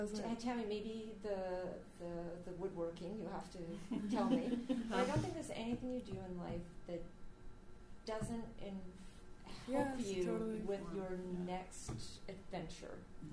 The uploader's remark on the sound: UFSA Live: Career Night (part 2)